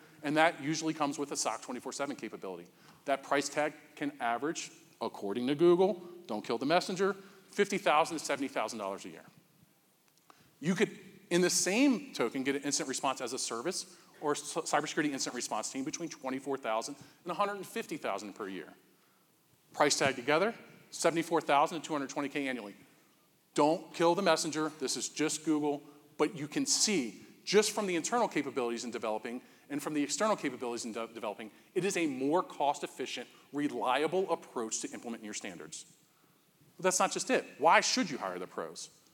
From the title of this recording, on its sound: Live at CS2 Denver